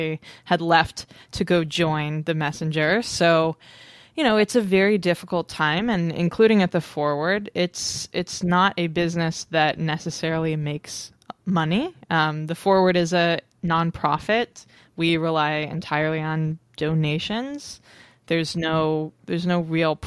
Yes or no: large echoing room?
no